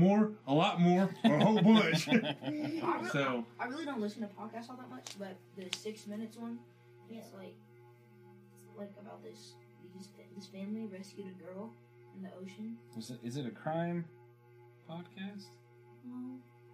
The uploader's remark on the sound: Sorry about the audio on this one. We had some snags this night with our recording equipment.